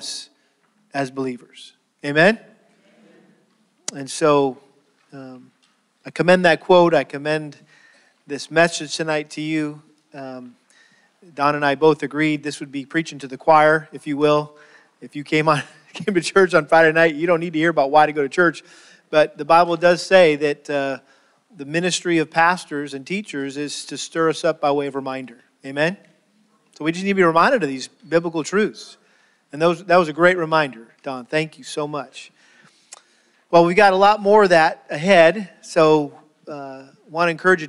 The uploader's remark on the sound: Session 1 of Lakeside Bible Church's 2019 Spiritual Life Conference.